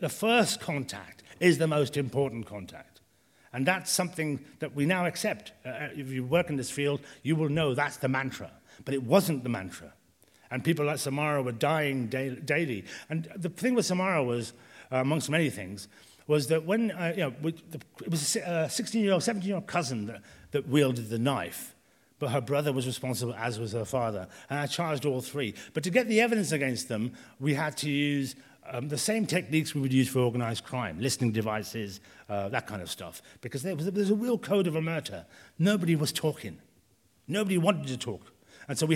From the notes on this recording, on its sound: recorded in the Howard Assembly Room in February 2022